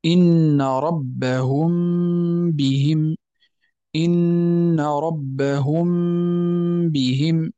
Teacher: إذا هذا هو الحكم الأول وهو الإخفاء، يكون بإطباق الشفتين على حرف الميم، ونطيل في زمن تلك الغنة ثم نفتح على حرف الباء